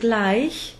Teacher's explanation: In the I diphthong, as in the word gleich, which means the same or soon, the last vowel of the diphthong is I or E. So here we use the ich laut